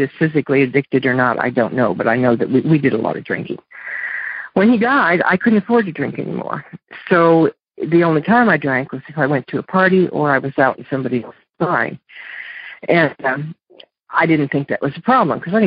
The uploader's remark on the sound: Monday Noon Phone Speakers Series